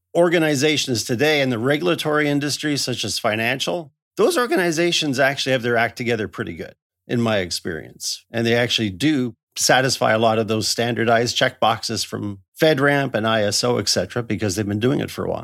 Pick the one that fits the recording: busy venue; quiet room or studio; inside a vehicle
quiet room or studio